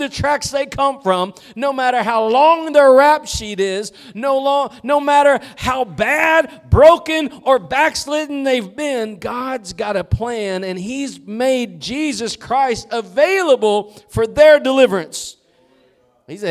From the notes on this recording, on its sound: Preached at Gospel Lighthouse in Bossier City, La.